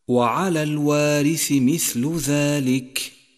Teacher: سابعا، تأمل صفة الهمس لحرف الكاف من كلمة ذلك، وعلى الوارث مثل ذلك، نعم الوقوف على ذلك أفضل من الإتمام، وبالتالي سيسكن حرف الكاف ويتضح همسه